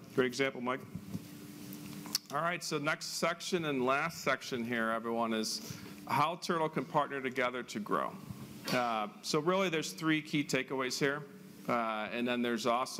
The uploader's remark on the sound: This presentation was originally shared live at Turtle's Sales Summit on March 20, 2023.